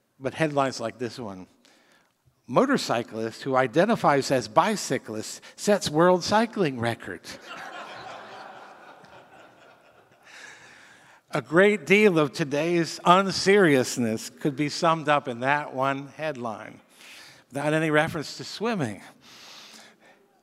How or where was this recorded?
live audience